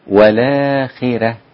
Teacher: الراء رقيقة، الراء رقيقة، والآخرة لأن الخاء مكسورة